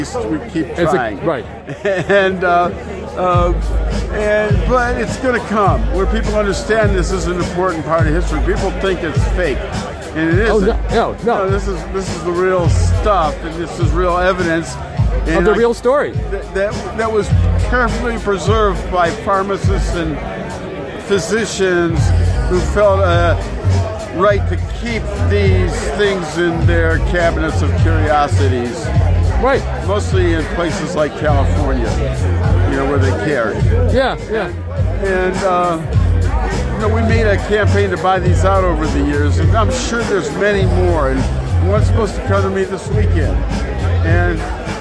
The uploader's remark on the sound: recorded at Seattle Hempfest, August 2019